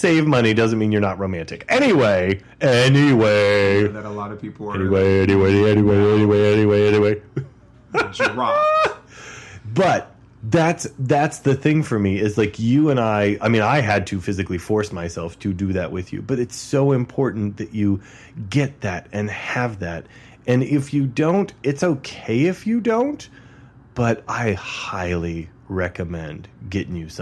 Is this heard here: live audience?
no